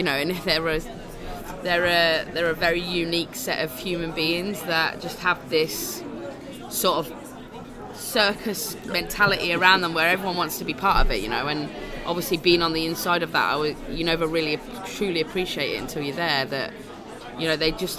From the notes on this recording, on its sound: LIVE at United Soccer Coaches Convention PHL23. During the United Soccer Coaches Convention this past January.